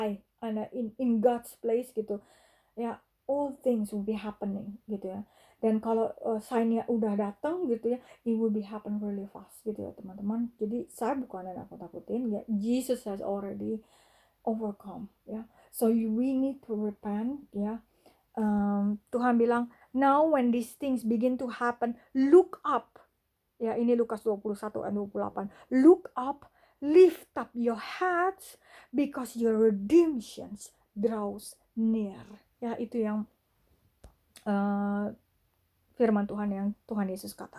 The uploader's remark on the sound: my voice in this recording is probably too low.